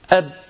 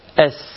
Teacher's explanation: طب تعالى لحرف الباء أب، خلاص تعرف تزود في زمن الباء شوية؟ مستحيل، مستحيل تعرف تزود في زمن الباء شوية، إنما السين ممكن تزود في زمنها